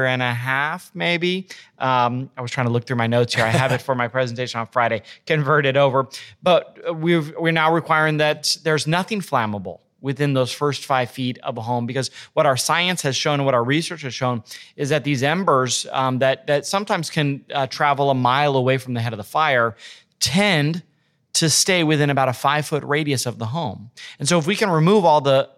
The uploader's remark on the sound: This episode was recorded live at the 2023 Wildfire Resiliency and Training Summit.